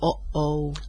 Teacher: aħna qed ngħidula ħoss glottali għax toħroġ mill-gerżuma sewwa